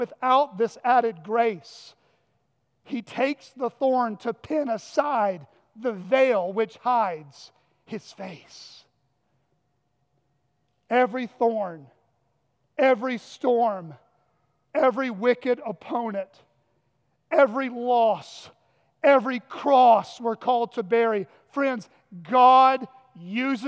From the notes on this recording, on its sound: at Chaffee Crossing Baptist Church in Barling, AR